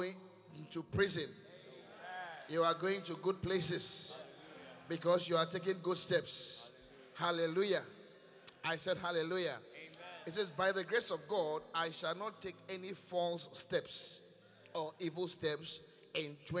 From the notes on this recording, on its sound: Preached at The Qodesh. Inspiration Service.